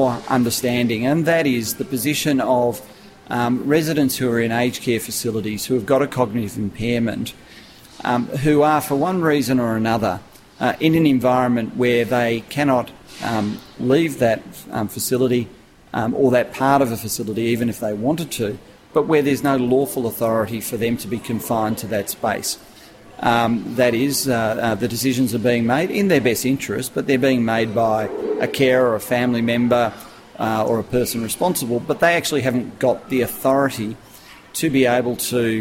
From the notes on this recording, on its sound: At Akolade’s Transfer of Care for Complex Consumers conference.